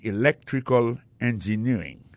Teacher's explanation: accent tombé dans electrical là, c'est sur deuxième syllabe là